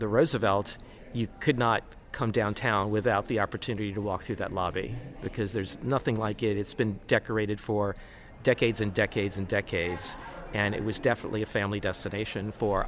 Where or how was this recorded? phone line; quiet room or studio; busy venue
busy venue